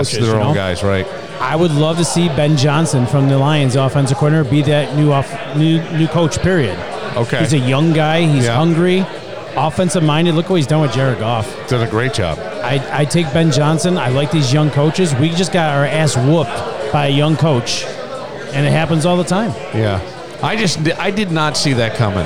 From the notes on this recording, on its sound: This episode was recorded at BTB Wood Fired Pizza and Grill in the Mall at Greece Ridge. Pittsburgh Steelers game.